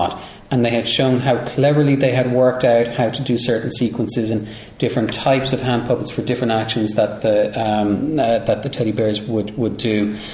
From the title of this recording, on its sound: Live From Dublin!